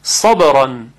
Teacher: کلمه صبر با صاد هست و صاد همون سینی است که صدای درشت داره